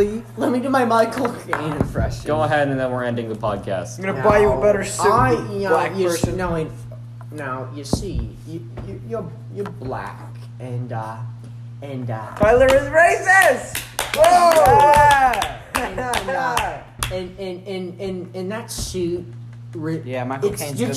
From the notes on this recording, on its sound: this time with a live studio audience